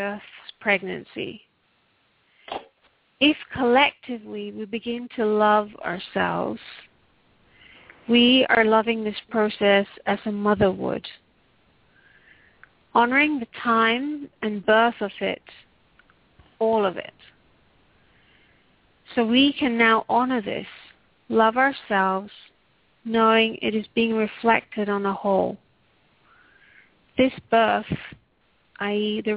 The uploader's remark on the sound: Takes your calls for healing live today!